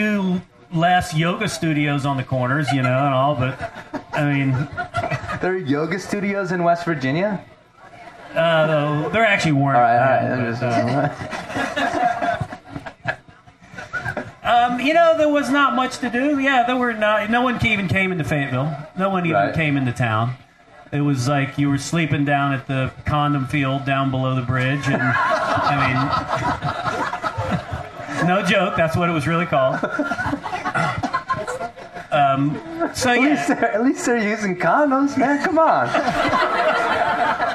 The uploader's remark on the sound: We present a LIVE show from the New River Gorge Craggin’ Classic. In the American Alpine Club campground above the New River Gorge. In front of a raucous crowd.